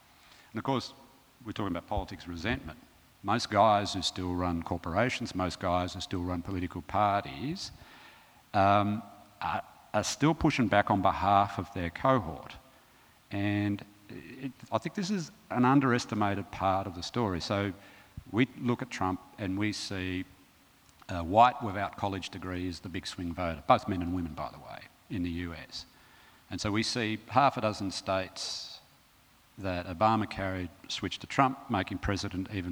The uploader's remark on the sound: recorded at the 2017 Newcastle Writers Festival